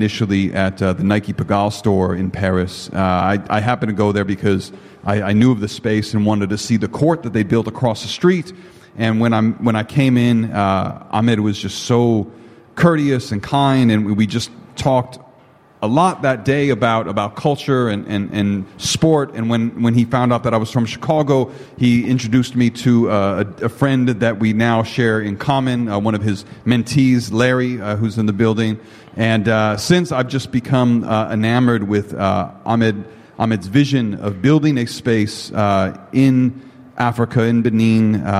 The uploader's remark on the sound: The Cornerstore Podcast LIVE at FieldHouse Jones for Allstar Weekend